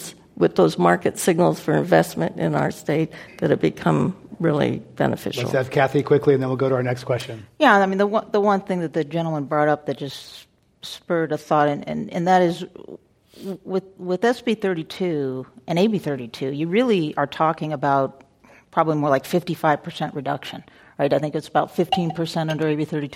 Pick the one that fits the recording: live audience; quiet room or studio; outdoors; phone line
live audience